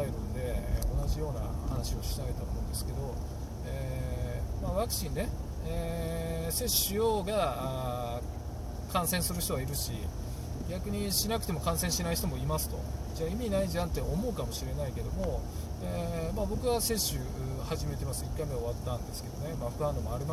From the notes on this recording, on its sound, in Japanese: 運転中。今回思いつきだったのもあり、Bluetoothイヤホンマイクでの収録です。声フェチで音が気になるとか言っときながら雑音多めですごめんちゃい。音量低めです。